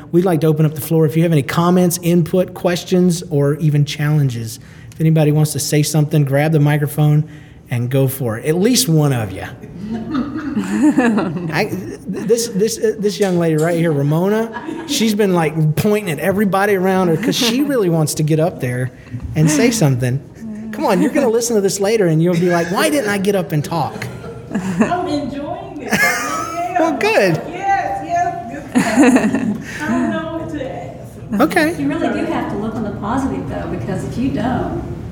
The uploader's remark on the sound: Recorded LIVE at the SFLC Marriagability Conference in Kansas City, Missouri.